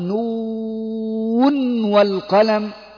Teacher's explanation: إذا وصلناها فيما بعدها فإنها عند حفص تقرأ بالإظهار